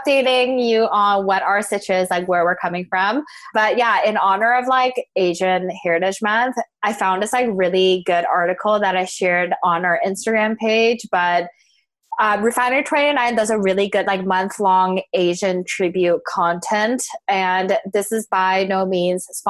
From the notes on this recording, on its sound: Coming to you via our new bff, Zoom.